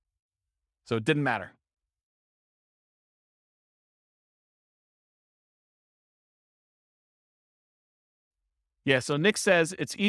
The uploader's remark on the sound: This was a live class recorded